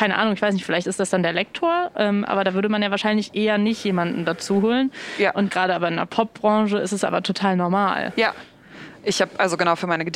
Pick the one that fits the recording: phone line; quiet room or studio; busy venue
busy venue